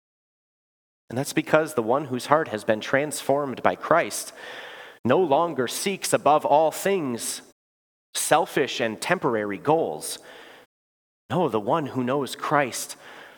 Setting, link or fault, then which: setting, large echoing room